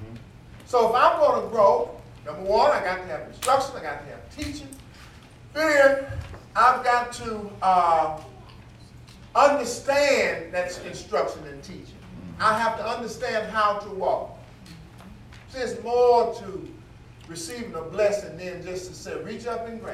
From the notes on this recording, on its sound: teaching the lesson live in the sanctuary